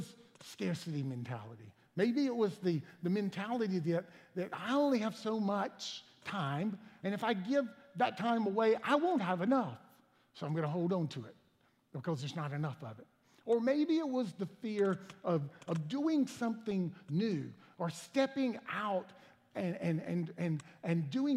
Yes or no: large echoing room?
yes